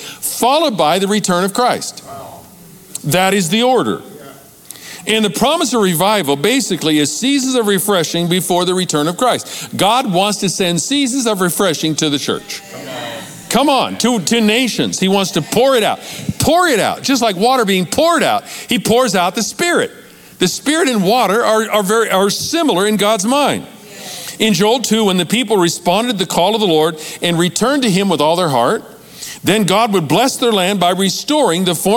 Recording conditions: large echoing room